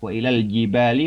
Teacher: Huruf Jim kalau di Arab itu justru mundur ke lidah tengah.